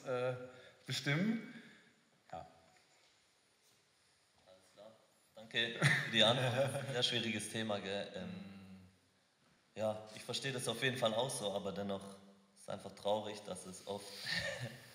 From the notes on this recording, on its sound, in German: Ausschnitt unseres Freiburg-Live-Events